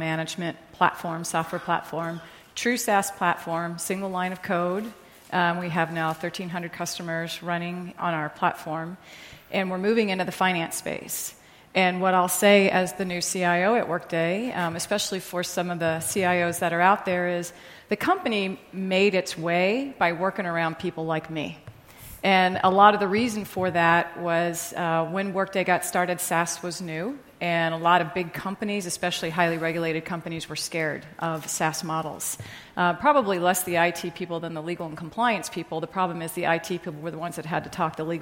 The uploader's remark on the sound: In this customer panel at Greyscale, an event hosted by Greylock Partners.